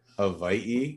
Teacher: And then in Hawaiian language, the W can be pronounced as a V. So you would normally say like Hawaii if you were speaking proper, like, you know, native Hawaiian language kind of thing.